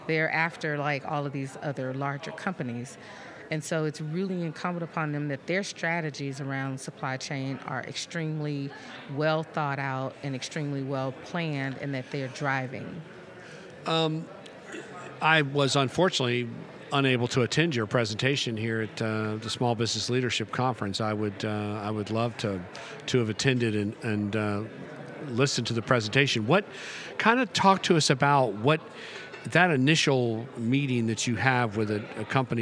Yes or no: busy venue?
yes